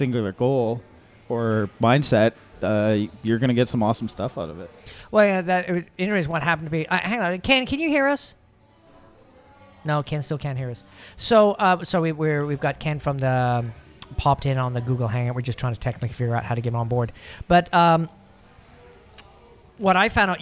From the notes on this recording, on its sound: The Bunker Project is recorded with a live interactive studio audience. In downtown Vancouver or via Google + Hangout.